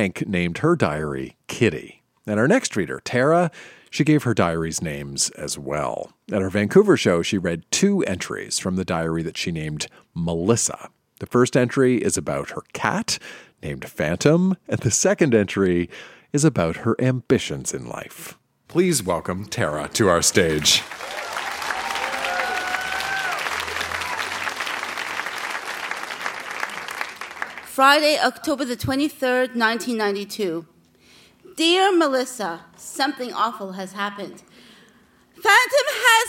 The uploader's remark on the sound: Recorded live at the Rio Theatre in Vancouver.